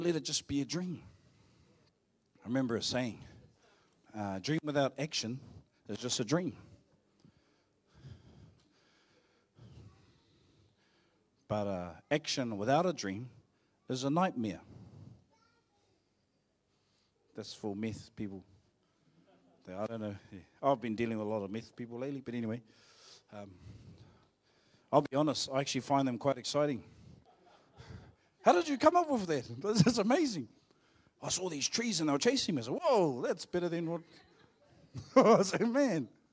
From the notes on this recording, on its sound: Live From IwiTapu Destiny Church Hawkes bay